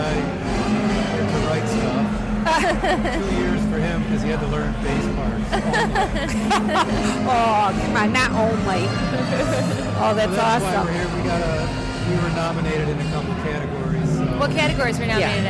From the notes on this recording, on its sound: The Nooner Show Live from the Detroit Music Awards